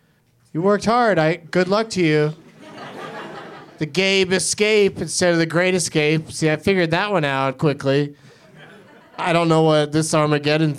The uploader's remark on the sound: Live from the UCB Franklin in LA.